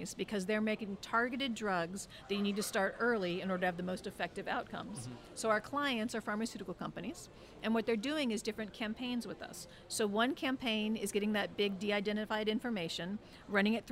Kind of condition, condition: setting, busy venue